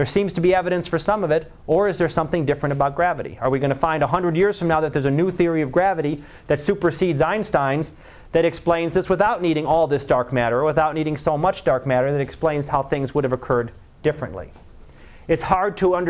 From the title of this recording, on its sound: Live Class Lecture